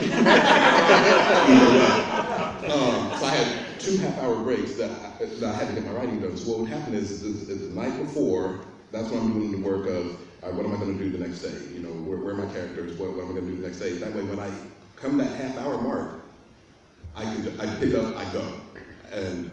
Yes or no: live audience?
yes